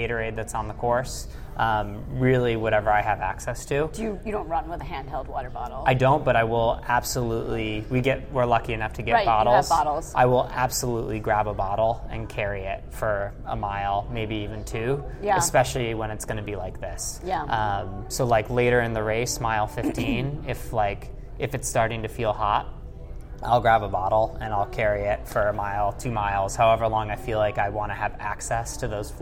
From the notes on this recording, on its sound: Recorded at the US Olympic Marathon Trials. With Tracksmith in their athlete suite.